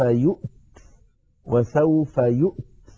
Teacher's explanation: وقفنا عليها اضطرارا أو اختبارا نقف عليها وسوف يؤت، وسوف يؤت بهمزة ساكنة وبعدها تاء ساكنة، فيها شيء من الصعوبة